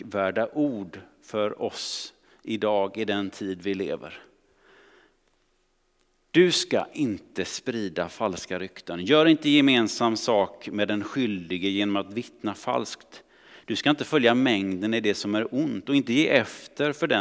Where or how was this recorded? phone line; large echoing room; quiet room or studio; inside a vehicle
large echoing room